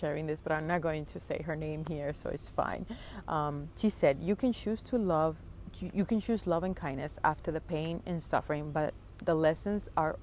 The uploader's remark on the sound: Today’s episode was a very spontaneous one I recorded while sitting by a tiny lake near my house.